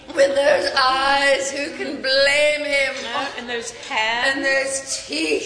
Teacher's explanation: some of the words, like the syllables, get drawn out, like the way you say eyes, blame, even teeth